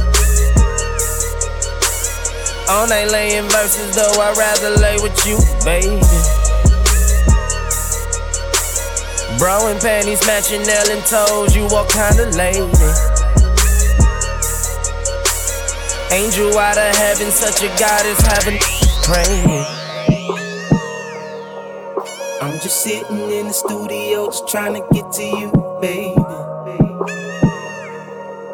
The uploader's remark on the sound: LIVE at KitchenCray Cafe